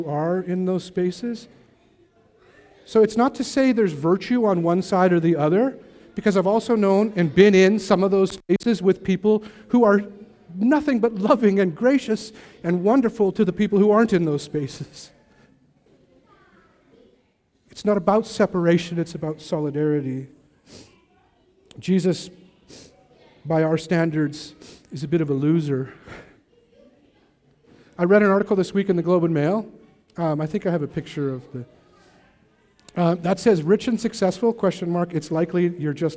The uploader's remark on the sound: Recorded at the Wallace Venue in North Vancouver.